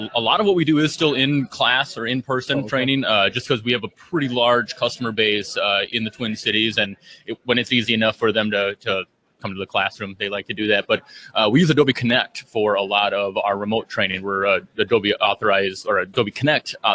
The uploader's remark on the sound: Live from Infotec 2016.